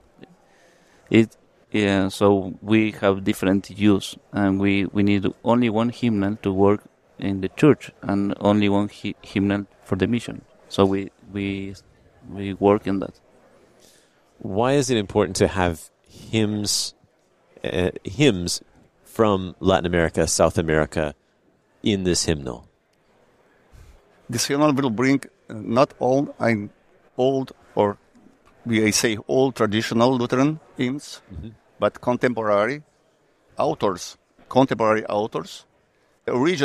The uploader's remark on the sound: from the LCMS National Convention